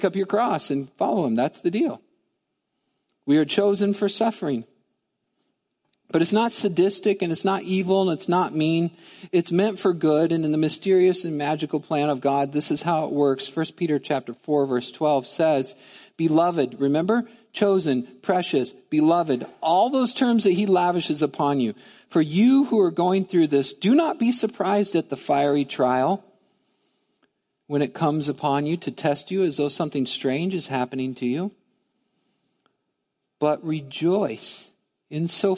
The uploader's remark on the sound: Midland Evangelical Free Church Sermon Audio